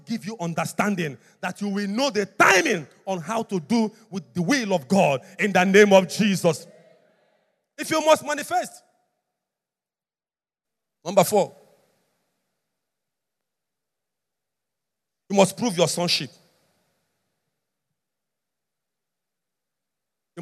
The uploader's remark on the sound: Message preached at the Overcomers Church World Outreach - Harvest Land, on Sunday, October 31, 2021